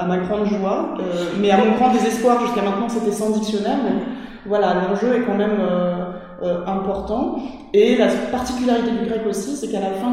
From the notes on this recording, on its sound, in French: Nous avons enregistré cet épisode au sein d’une salle de classe, et nos voix résonnent quelque peu, je m’en excuse d’avance ! Nous avions changé de salle justement pour pallier à cet inconvénient, en nous installant dans une salle plus petite pour éviter tout écho … Eh bien, c’est raté.